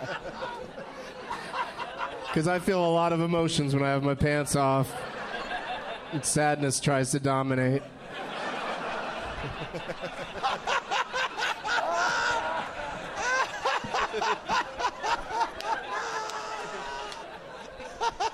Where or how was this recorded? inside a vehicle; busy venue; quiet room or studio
busy venue